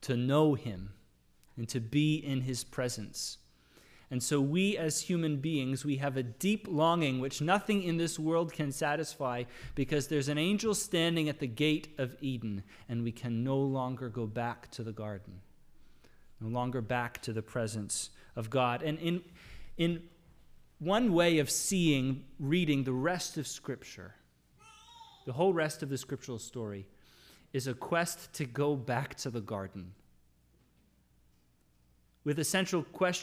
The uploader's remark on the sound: Sermon audio from the LBC worship service